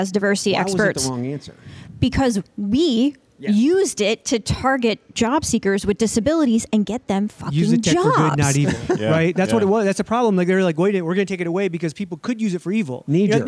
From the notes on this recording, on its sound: live from the Detroit JOY Roadshow stop